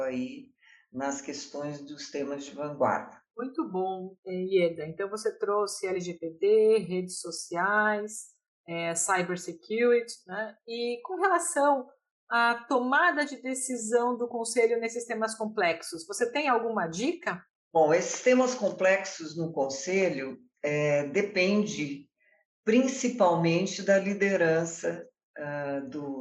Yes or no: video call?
yes